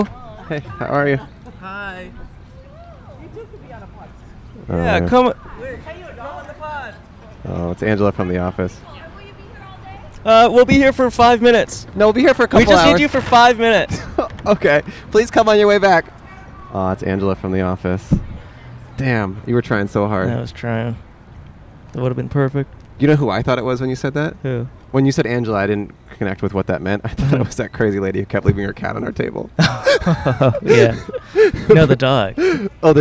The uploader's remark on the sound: Recorded 10/2/2022 at the Pasadena Convention Center.